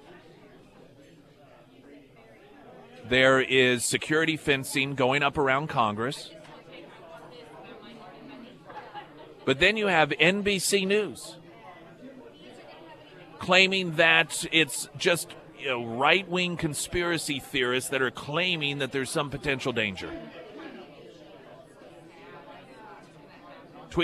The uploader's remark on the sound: Live at Scramblers Diner.